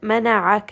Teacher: عين is going to be from the middle of the throat. So do make sure that you are engaging the center of the throat in order to get that correct sound of the عين.